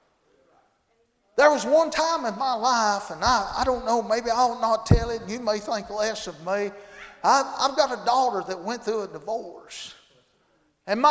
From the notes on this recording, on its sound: Monday Evening service at Calvary Baptist